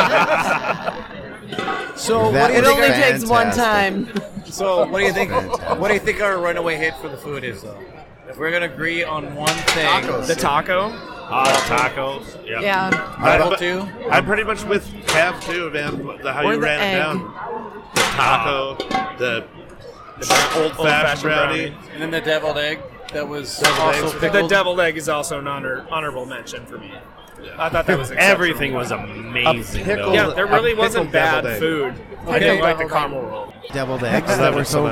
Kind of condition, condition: setting, busy venue